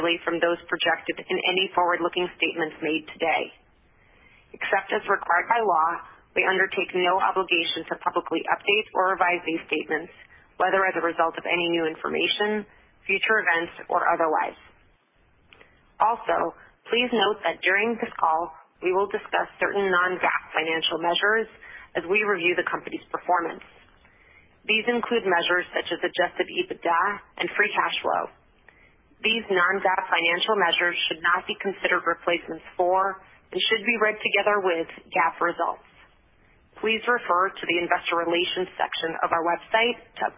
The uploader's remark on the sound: Q3 2020 Results Conference Call